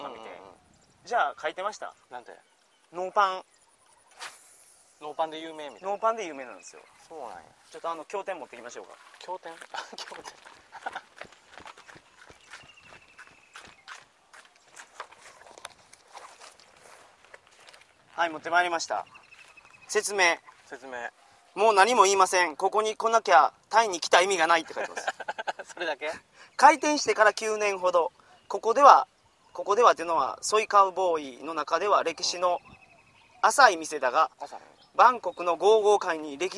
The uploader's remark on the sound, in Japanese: タイで幻の魚バラマンディ釣りに行ってきました。今週は釣りをしながら収録をしております。